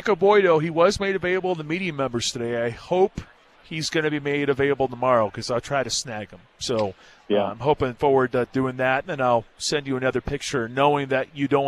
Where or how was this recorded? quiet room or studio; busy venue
busy venue